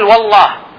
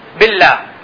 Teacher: والله صوت لا يطلق عليه الصوت المفخم، اللام المفخمة والله، بينما بالله صوت اللام هنا يطلق عليه أو يطلق على اللام هنا اللام المرققة